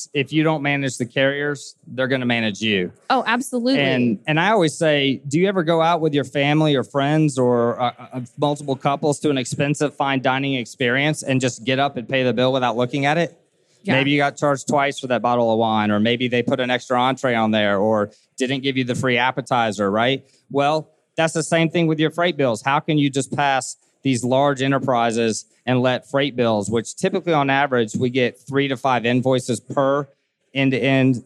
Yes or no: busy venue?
yes